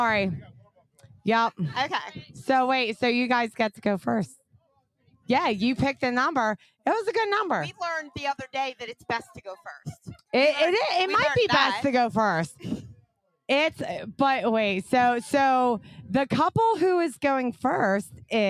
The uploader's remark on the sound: Tonight we come to you LIVE from the Paradise Club as we play a game.